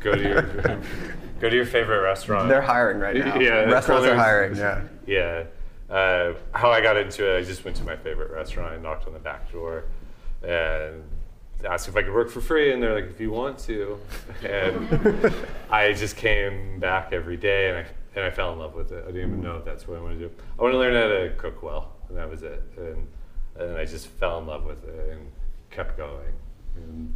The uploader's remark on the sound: Snacky Tunes Salon Live at ChowNow. This week we kicked off Snacky Tunes Salon, our new live series in partnership with ChowNow .